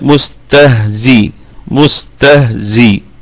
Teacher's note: أيضا نراعي الرخاوة في الهاء